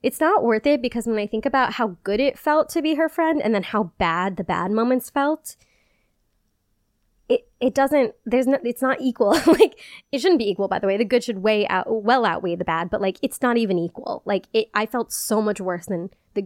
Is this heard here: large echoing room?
no